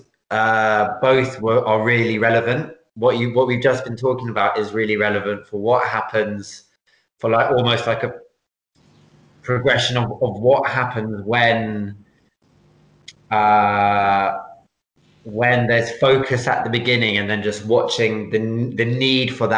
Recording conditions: video call